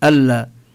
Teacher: هنا لا نلفظ النون، نشدد اللام ألا، هذا لا يكون معه غنة، لأن النون نون حرف، الغنة ملازمة له إذا لفظنا النون.